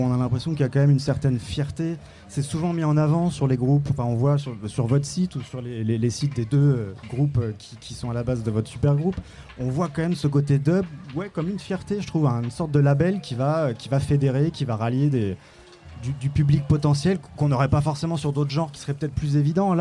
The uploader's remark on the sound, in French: En direct de Bambou canoë au festival ARDECHE MEETING. Les Vans (07). Micro trottoir dans les rues des Vans après le spectacle.